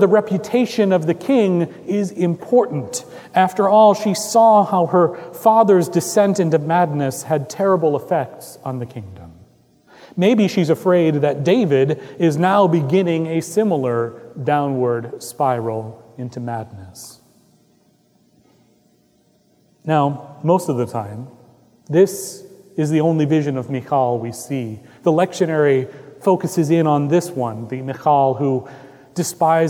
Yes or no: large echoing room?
yes